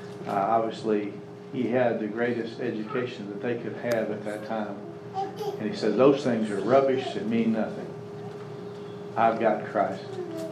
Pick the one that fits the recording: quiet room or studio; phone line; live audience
live audience